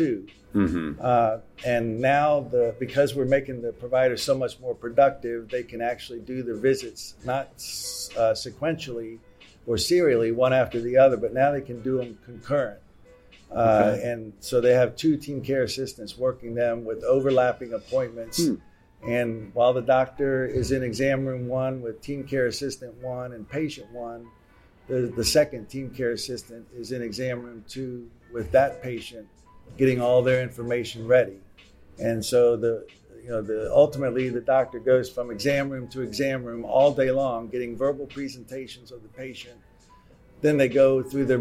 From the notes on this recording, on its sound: MGMA's Live From Orlando podcast series. Outside of the exhibit hall floor in Orlando while attending MGMA's Financial and Operations Conference.